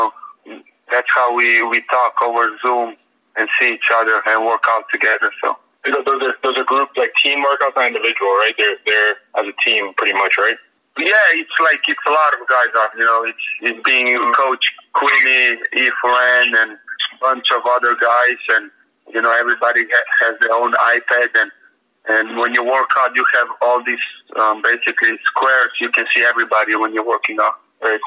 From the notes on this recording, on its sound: the Miami Heat set up a conference call